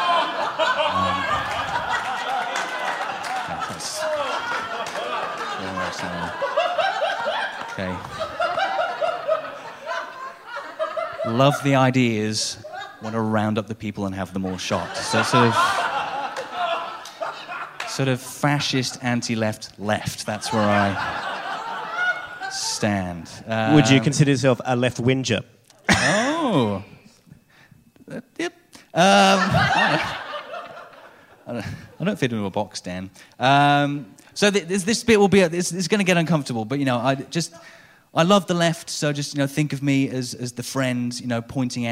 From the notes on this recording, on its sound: Recorded live on stage at Giant Dwarf